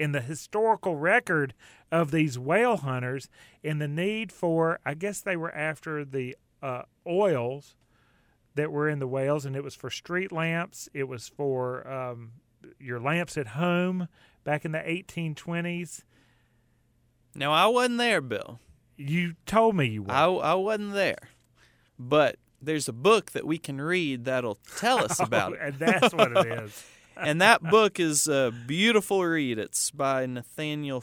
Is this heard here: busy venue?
no